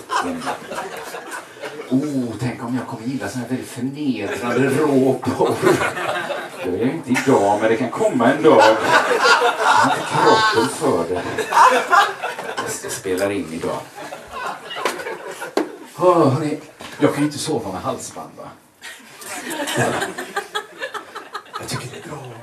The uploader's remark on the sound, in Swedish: Inspelad i mars 2020 på Bonden Bar i Stockholm.